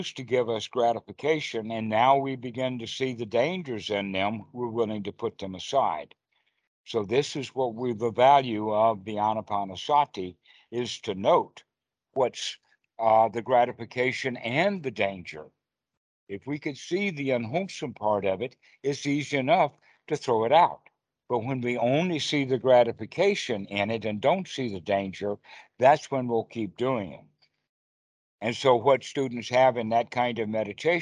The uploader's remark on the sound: skype calls on this channel